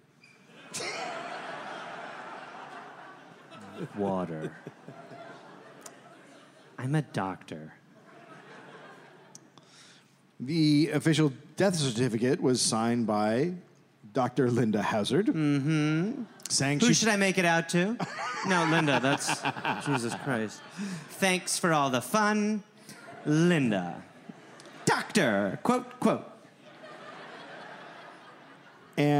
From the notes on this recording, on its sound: Recorded live in Seattle.